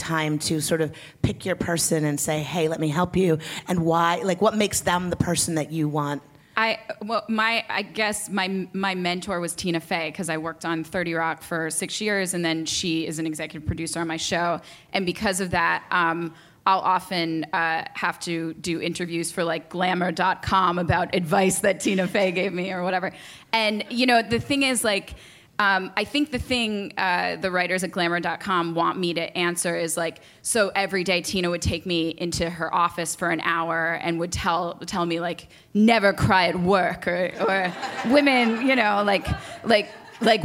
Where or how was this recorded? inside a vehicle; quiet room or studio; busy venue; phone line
busy venue